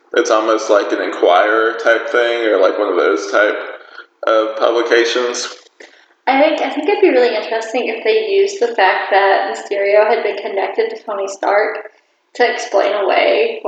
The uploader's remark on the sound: Sorry for any audio issues